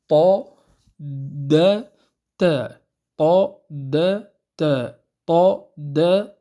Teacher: الطاء والدال والتاء تخرج من طرف اللسان مع ما يحاذيه من أصول، وليس من لثة الأسنان العليا، وإنما من أصول الثنايا العليا · Term: الحروف النطعية